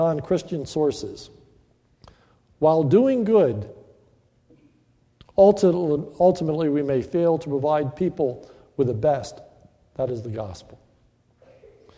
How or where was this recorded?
large echoing room